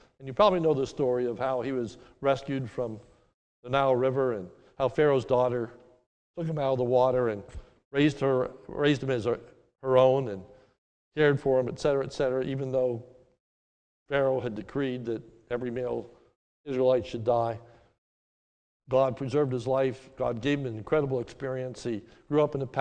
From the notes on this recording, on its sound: This sermon is recorded live at the Lebanon Bible Fellowship Church in Lebanon, PA during the morning service